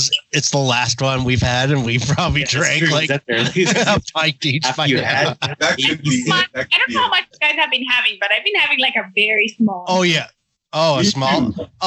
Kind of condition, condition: fault, poor sound quality